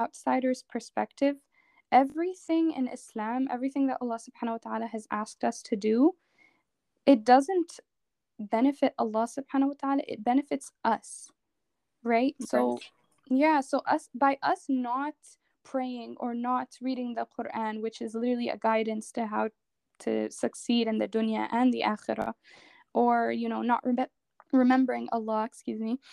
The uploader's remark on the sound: I apologize in advance for the technological glitches you might hear. I've definitely learned my lesson about recording with others!